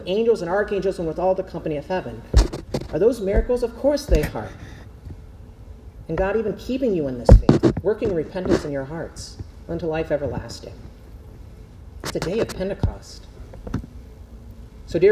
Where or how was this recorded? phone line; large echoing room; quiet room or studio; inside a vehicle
large echoing room